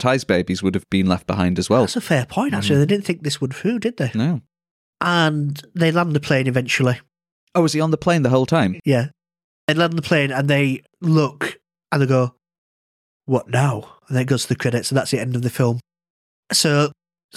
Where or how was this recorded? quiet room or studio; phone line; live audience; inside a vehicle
quiet room or studio